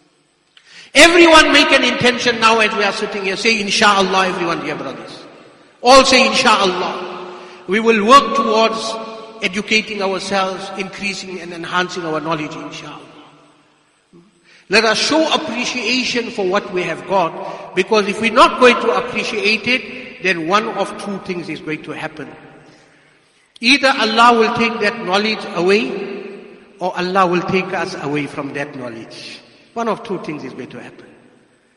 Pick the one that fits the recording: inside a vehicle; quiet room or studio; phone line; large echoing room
large echoing room